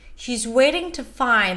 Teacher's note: Waiting is the primary stress.